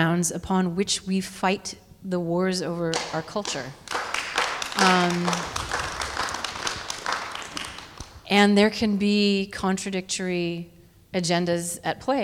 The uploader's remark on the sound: Took questions from the audience at The Langston Hughes Performing Arts Institute on October 23. Humanities Washington hosted the conversation.